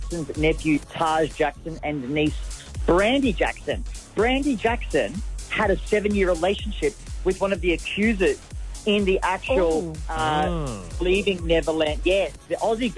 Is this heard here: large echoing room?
no